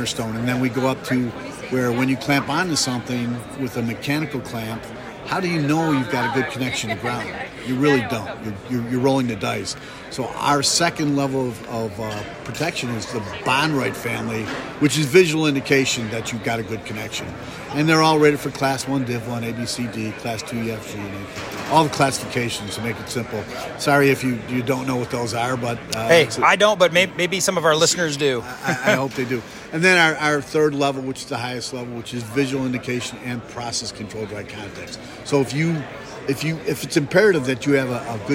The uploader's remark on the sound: VPPPA Live Conference Podcast Interview. Broadway Ergonomics had the opportunity to participate in the Region 7 VPPPA conference this past June held in Branson, Missouri. As part of our exhibitor booth, we interviewed attendees of the conference for the podcast.